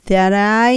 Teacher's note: that I っていうのはくっついて t が後ろの t 落ちて that I になります